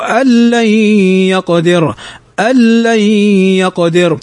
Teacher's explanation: أن نون ساكنة بعدها اللام، واللام من حروف الإدغام بغير غنة